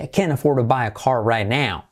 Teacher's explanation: la T no se pronuncia, se enfatiza